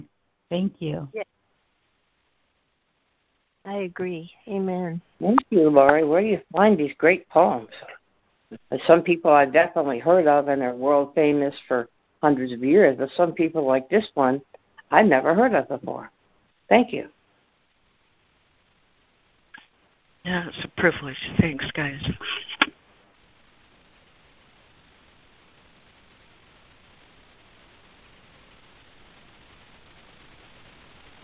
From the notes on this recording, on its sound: ACIM Daily Conference Call